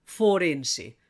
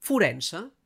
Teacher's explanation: Aquest error és fonètic – no hem de dir en català oriental forense, sinó forense. La O és àtona i sona U com la primera O d'Oriol o la segona O de moto. · Shown in: second take